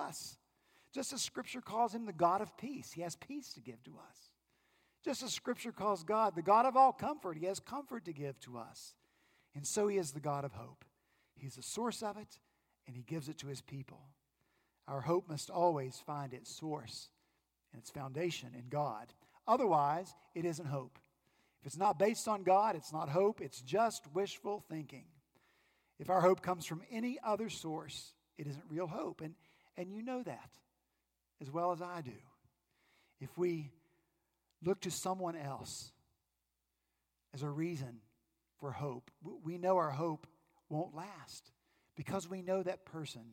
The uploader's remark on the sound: At Redeemer Presbyterian Church in Charleston, SC, our senior pastor continued our Advent sermon series.